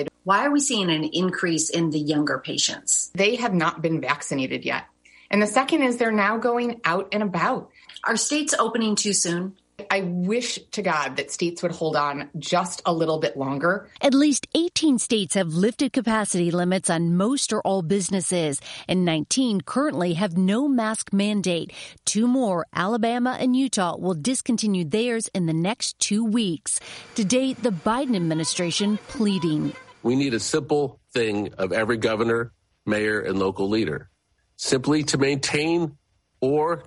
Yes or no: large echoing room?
no